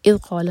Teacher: ذال پر جب بھی سکون ہوگا تو ہم وہاں پر تھوڑا سا ٹائم دیں گے جلدی سے نہیں پڑھیں گے